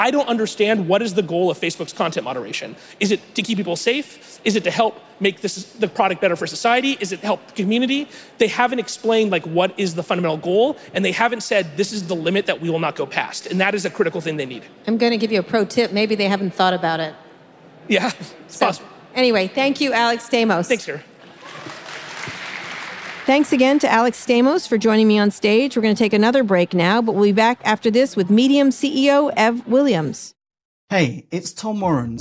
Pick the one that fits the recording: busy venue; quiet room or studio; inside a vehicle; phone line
busy venue